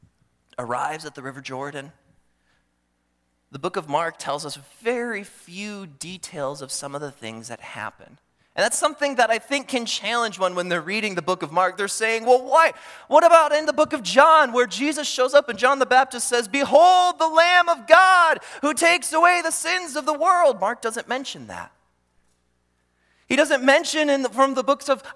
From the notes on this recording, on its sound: during the Morning Worship Service on Sunday, August 27, 2023, at Calvary Baptist Church in Battle Creek, Michigan